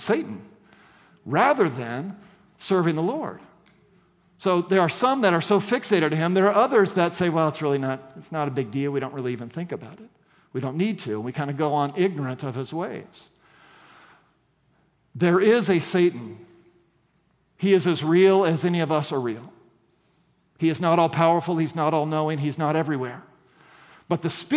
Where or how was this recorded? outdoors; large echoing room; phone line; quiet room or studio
large echoing room